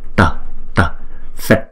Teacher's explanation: Chữ T cong lưỡi lại búng ra.